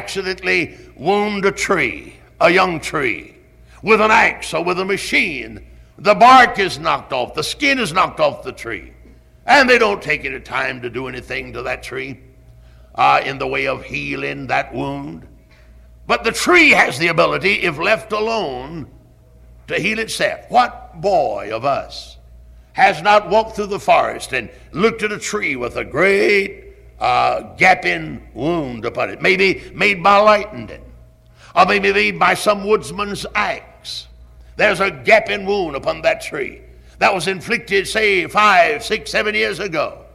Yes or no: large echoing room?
yes